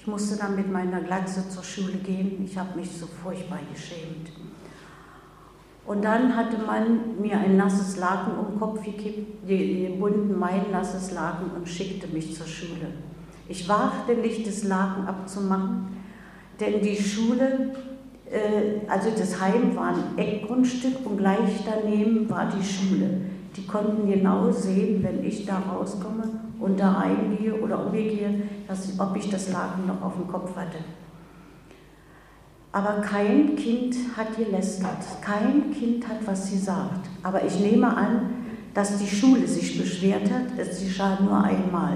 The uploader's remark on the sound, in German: Der Mitschnitt stammt von ihrem Vortrag auf Einladung von Radio Dreyeckland in Freiburg.